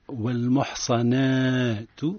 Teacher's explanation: ألف الساكنة بعد الفتح مده مقدار ألف · Term: المد الطبيعي